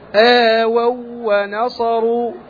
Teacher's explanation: فتدغم الواو الأولى في الواو الثاني · Term: إدغام مثلين صغير